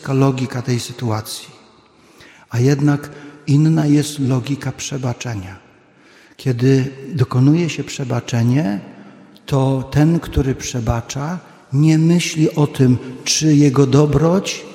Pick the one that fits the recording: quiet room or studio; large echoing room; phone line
large echoing room